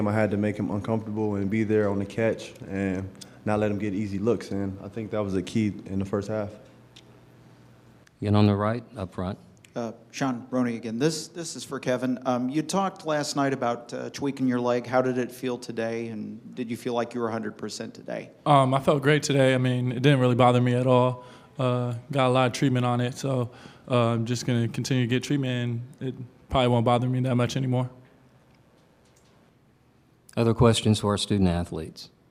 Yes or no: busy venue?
yes